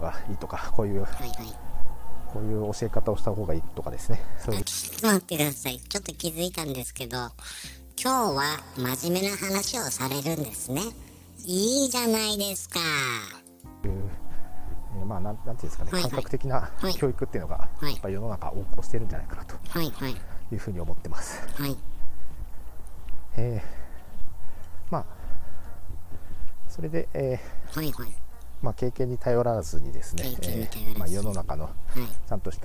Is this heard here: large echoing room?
no